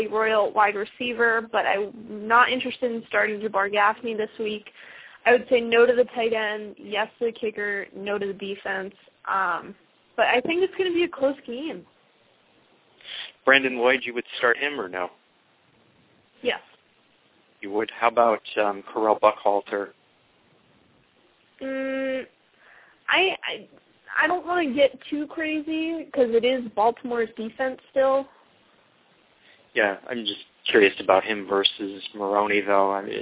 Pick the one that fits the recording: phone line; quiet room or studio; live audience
phone line